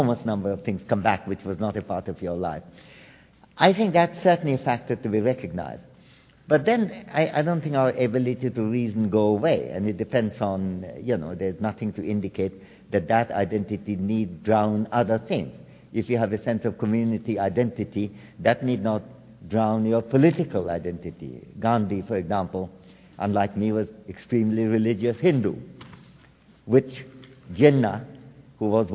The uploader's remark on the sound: World Voices caps a rich day of programming at LIVE from the New York Public Library.